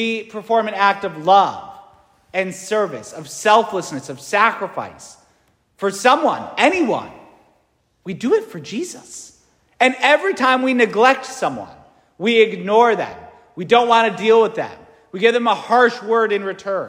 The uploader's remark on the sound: St Francis Catholic parish homily preached